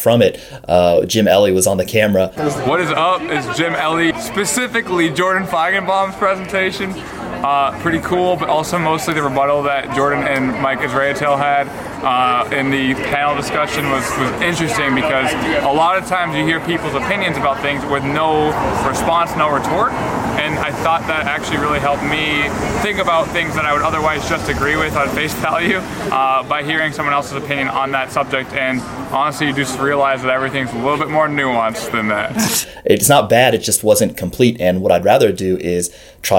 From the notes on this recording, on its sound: Most of this video was recorded in London at the 2019 European Powerlifting Conference.